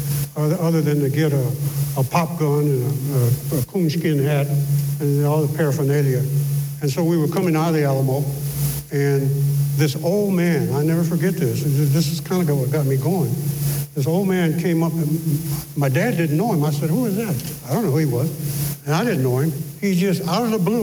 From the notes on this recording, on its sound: In this special live recording, Entrepreneurial Appetite's Black Book Discussions partners with the San Antonio African American Community Archive and Museum (SAAACAM).